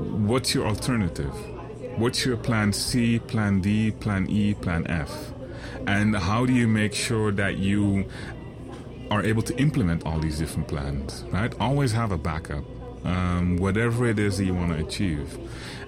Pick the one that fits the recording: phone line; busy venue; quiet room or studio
busy venue